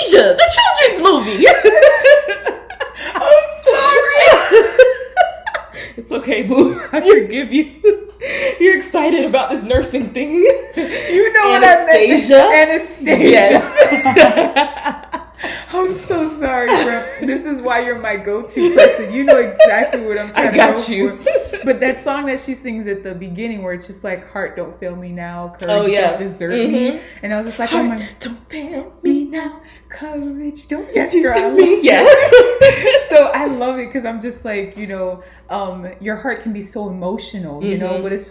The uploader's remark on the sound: Audio quality isn't the best.